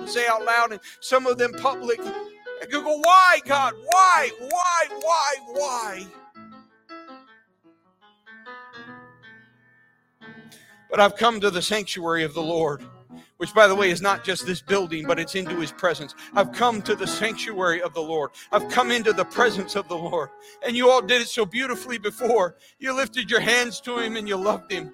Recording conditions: large echoing room